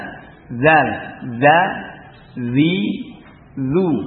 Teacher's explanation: sifat infitah ini pengucapannya itu lidahnya datar